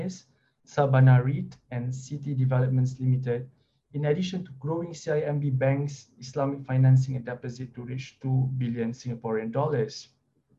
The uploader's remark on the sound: This public talk was conducted online via Zoom